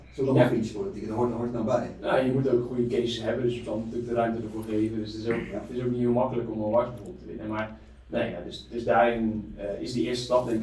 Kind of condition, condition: fault, poor sound quality